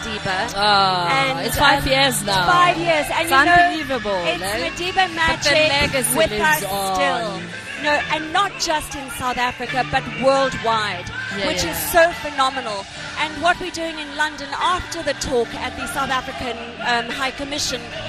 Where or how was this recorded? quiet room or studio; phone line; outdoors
outdoors